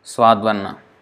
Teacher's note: instead of saying Svadv and then Anna separately, just say it together as if it's one word